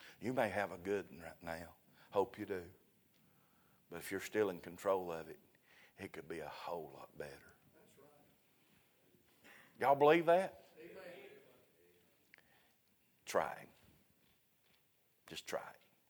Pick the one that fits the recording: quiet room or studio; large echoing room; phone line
large echoing room